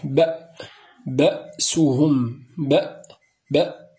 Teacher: إذا كانت الهمزة ساكنة فإن الوتران ينطبقان · Term: الهمزة الساكنة